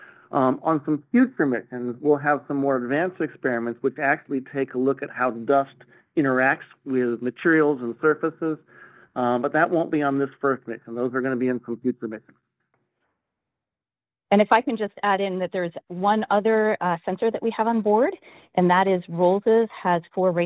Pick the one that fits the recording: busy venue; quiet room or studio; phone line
phone line